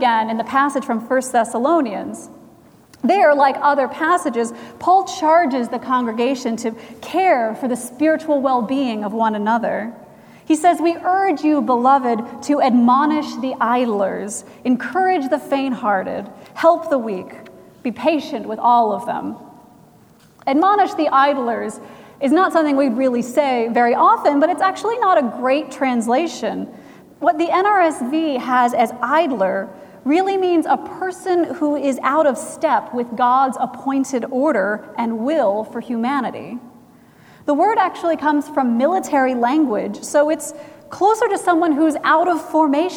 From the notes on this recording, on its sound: Recorded September 17, 2017 at Trinity Presbyterian Church in Bixby, Okla.